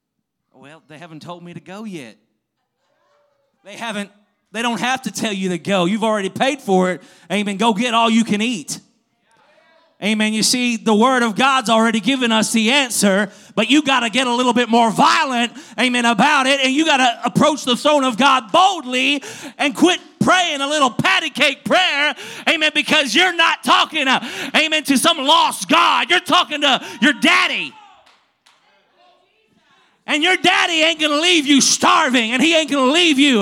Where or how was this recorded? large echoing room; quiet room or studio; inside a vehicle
large echoing room